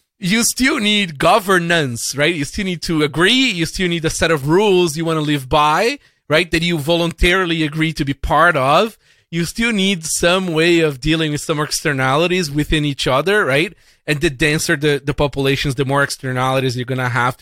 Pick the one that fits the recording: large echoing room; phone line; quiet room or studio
quiet room or studio